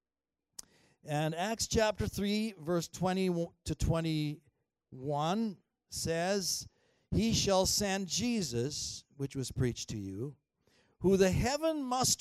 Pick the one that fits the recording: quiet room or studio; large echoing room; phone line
large echoing room